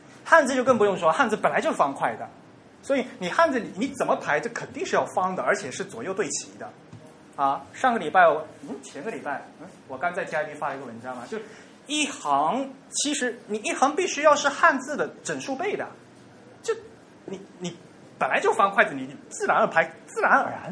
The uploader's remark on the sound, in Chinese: 于 7 月 16 日在同济大学中芬中心开讲。本期节目为现场录音的精选剪辑版。